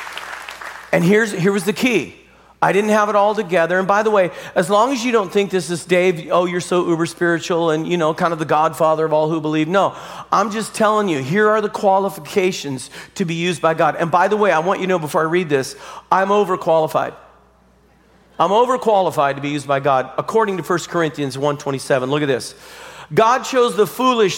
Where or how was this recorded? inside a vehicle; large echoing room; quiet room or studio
large echoing room